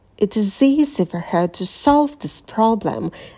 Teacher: This — это неударное слово, и подпрыгнули на слове problem. Еще раз. It is — неударные слова.